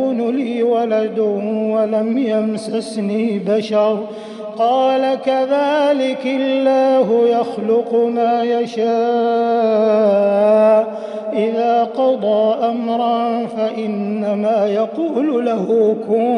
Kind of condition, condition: setting, large echoing room